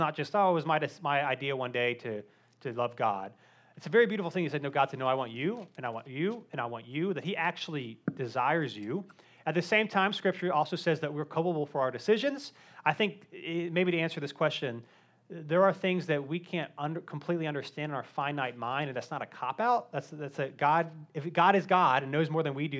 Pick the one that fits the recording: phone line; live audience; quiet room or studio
live audience